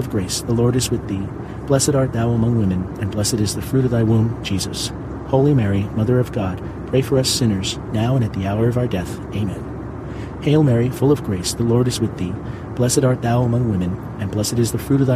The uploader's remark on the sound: AIRPLANE. Pray the Rosary from inside a commercial jet while powerful engines provide a soothing rumble outside at an altitude of 35,000 feet.